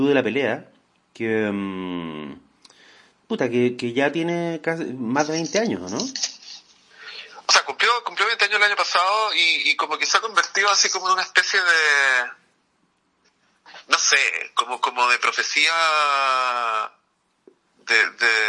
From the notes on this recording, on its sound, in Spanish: por teléfono